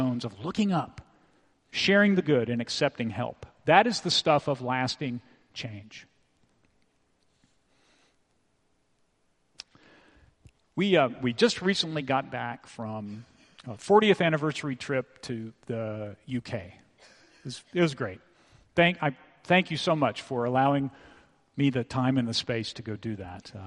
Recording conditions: large echoing room